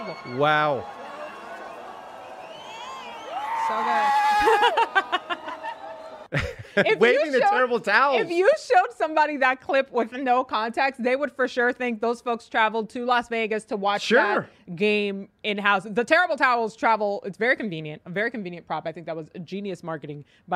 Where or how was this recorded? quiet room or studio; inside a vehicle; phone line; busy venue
busy venue